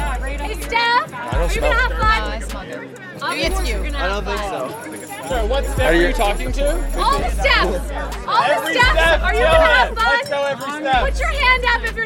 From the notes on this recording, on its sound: Live from O-Cup #3, Baseball Cross.